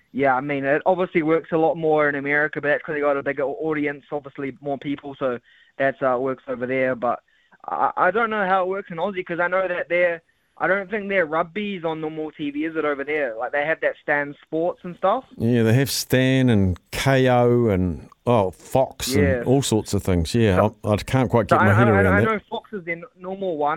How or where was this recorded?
phone line